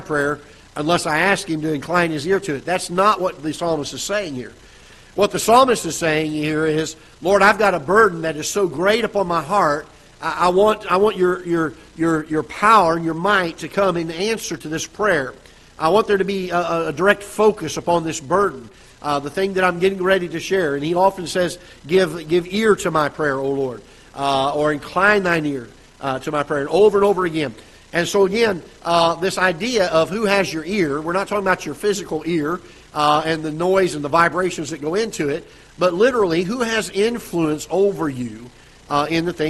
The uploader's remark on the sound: Ketha Heights Baptist Church ~ Live Broadcast